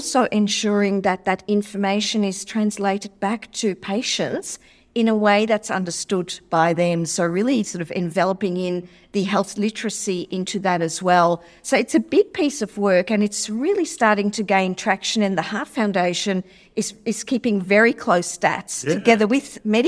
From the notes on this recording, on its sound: Live from ASLM Conference Cairns. This episode was recorded life at the Australasian Society of Lifestyle Medicine conference in Cairns.